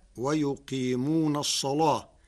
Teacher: قرأ ورش كلمة الصلاة بتغليظ اللام لوقوعها بعد صاد مفتوحة